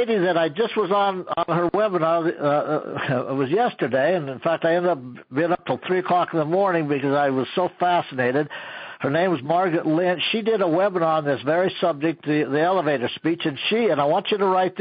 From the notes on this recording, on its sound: an archive of weekly conference calls